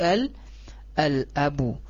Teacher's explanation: Ketika dia didahului oleh huruf hamzah, maka alif lamnya kita baca dengan diizharkan atau dinampakkan alif lamnya. Maka menjadi al al abu. · Term: alif lam qamari qamariyah